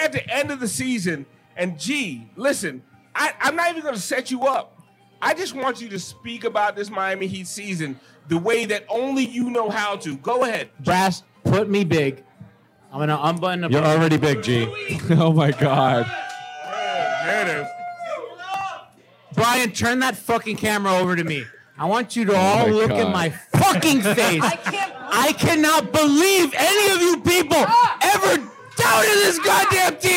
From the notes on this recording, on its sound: LIVE Duffy's Watch Party. This was recorded LIVE at our watch party in Duffy's North Miami Beach. Audio and video may not be our best, but we had fun.